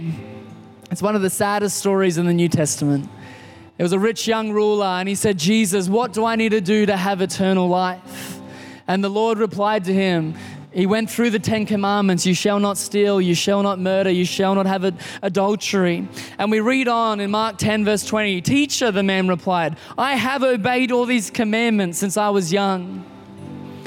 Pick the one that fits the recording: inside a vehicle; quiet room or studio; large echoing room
large echoing room